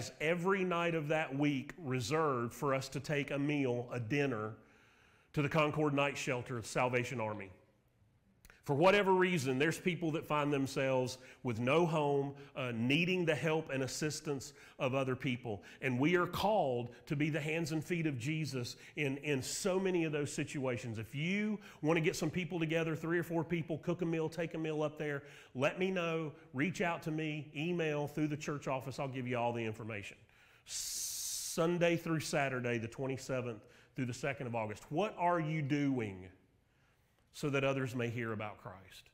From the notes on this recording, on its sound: Sermon Audio from Mission Church in Locust, NC.